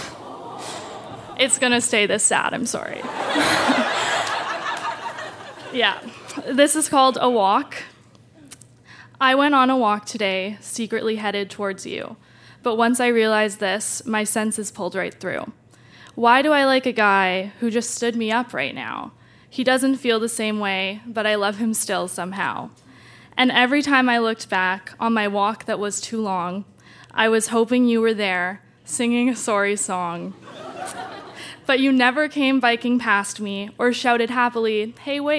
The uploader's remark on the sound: Recorded live at the Tranzac Club in Toronto.